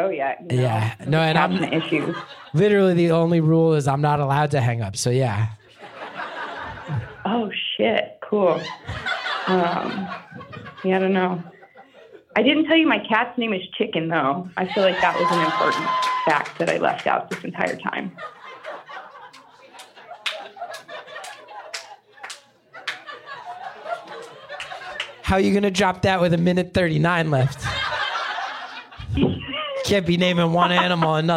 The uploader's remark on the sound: Live from Pittsburgh